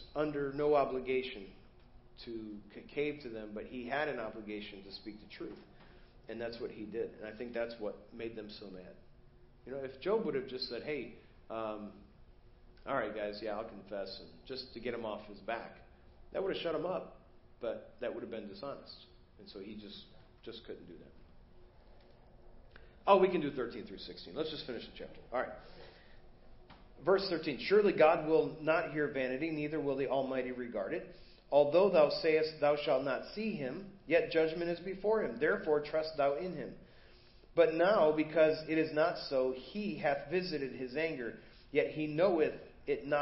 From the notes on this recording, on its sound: Preached at First Baptist Church of Hazel Park